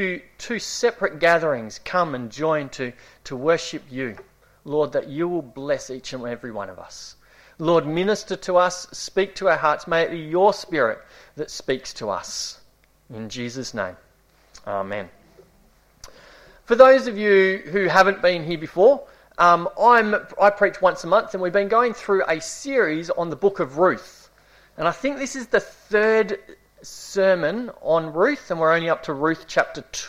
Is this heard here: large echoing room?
yes